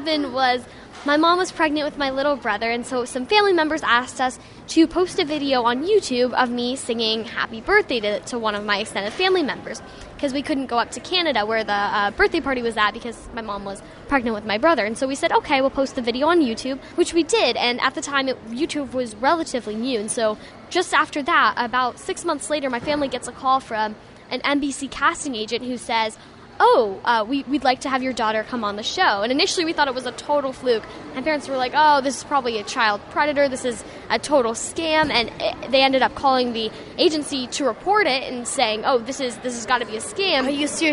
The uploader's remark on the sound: we go live to the Red Carpet Film Premiere